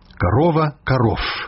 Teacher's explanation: Расейскі шумны зычны «в» аглушаецца ў «ф».